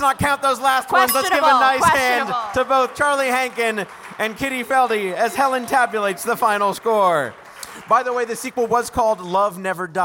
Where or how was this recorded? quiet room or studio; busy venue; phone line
busy venue